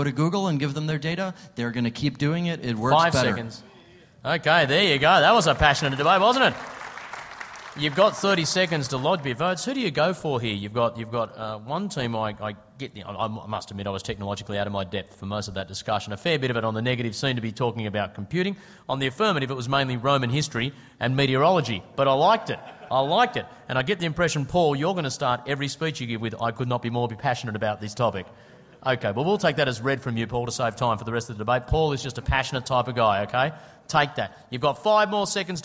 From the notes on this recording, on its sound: What you're about to hear is the speed debating panel from AusCERT's 2010 conference.